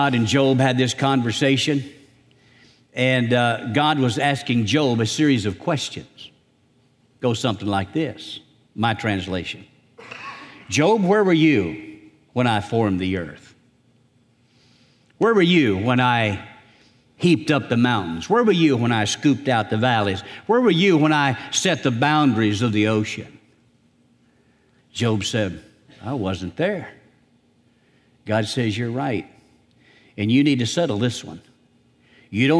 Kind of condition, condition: setting, large echoing room